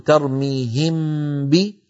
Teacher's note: للذي شرحته لكم منذ قليل، أننا عندما نقول ترميهم بي نكون قد أتينا بعمل ما هو بإظهار، لأن المخرج ارتفع ارتفاعة واحدة عن الحرفين، وما هو بإدغام لأن الميم بقي صوتها مستقلا عن الباء، فهو يشبه الإظهار من جهة ويخالفه ويشبه الإدغام من جهة ويخالفه. · Term: إخفاء